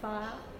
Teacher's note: And then one process which is exclusive of diphthongs is smoothing, that because we have diphthong plus schwa, like for example in fire, the second element of the diphthong can be lost and just be fire, or it can be going a step further in monophthongization and just turn into a long vowel as a fa.